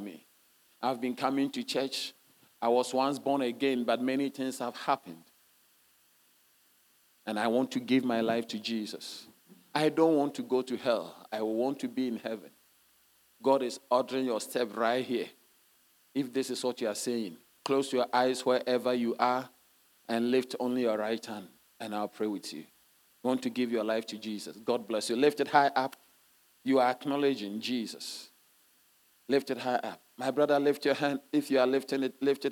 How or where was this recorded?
large echoing room